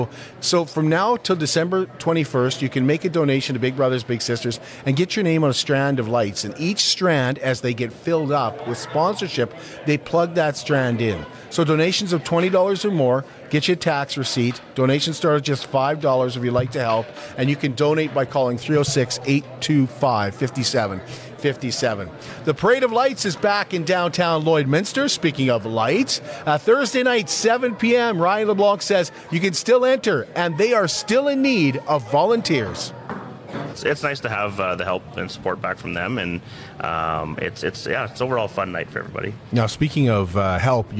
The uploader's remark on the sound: live from the Border City Farmers Christmas Market at the Servus Sports Centre